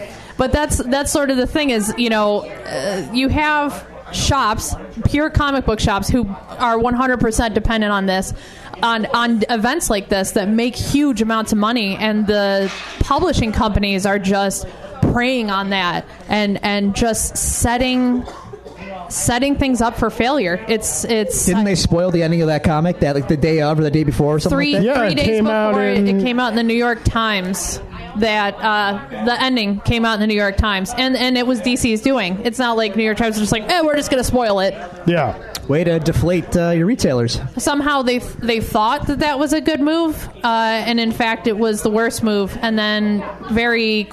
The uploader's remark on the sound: Live at Iron Buffalo